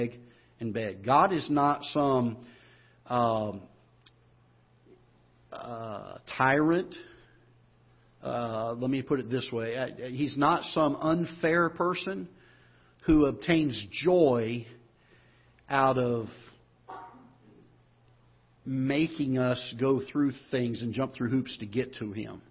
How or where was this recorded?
large echoing room